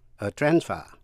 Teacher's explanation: Còn danh từ thì phải nhấn mạnh phần đầu